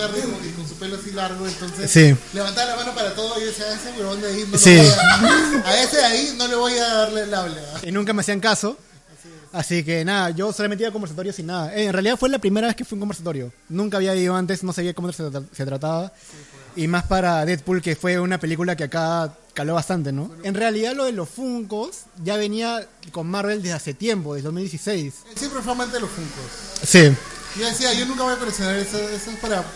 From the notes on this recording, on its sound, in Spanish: Podcast en vivo en Geek Club junto con amigos e influencers celebrando el lanzamiento de Habla Geek!